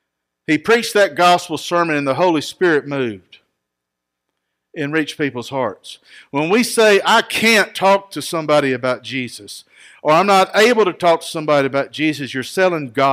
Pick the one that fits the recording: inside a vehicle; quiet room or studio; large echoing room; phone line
large echoing room